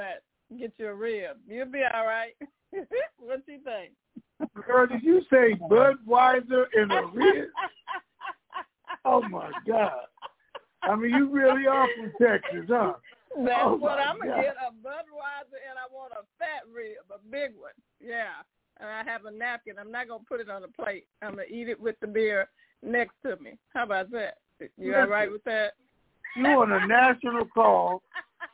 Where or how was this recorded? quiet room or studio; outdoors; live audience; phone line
phone line